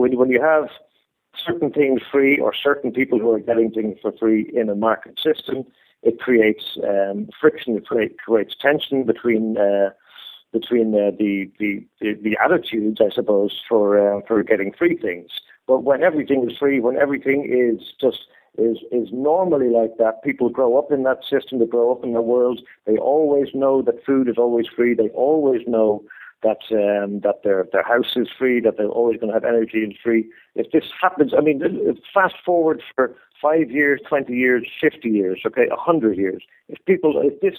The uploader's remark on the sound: Call In Show